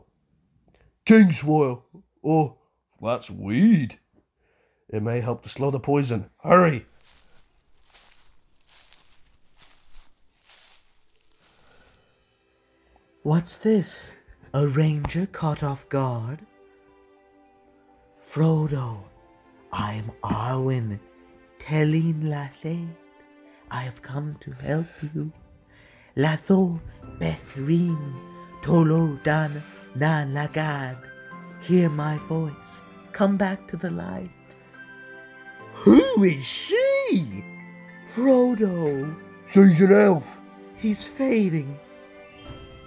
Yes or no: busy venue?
no